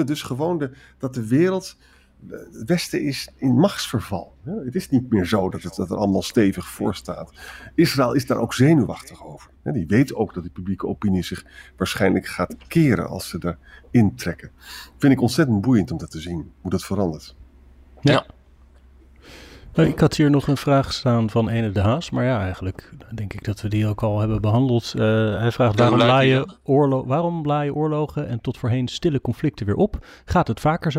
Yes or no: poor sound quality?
no